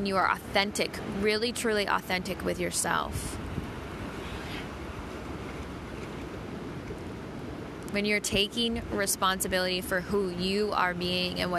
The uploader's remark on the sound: Sounds of the Pacific Ocean at Avalon Beach, Australia.